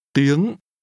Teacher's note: Did you pronounce language with a high rising tone?